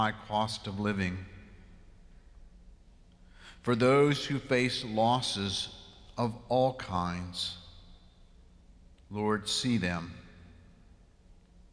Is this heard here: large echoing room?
yes